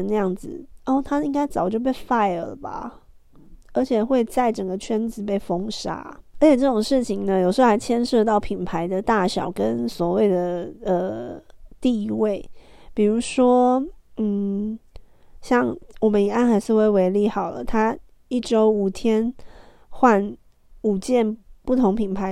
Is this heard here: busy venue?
no